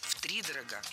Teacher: Правильный вариант – с ударением на первом слоге.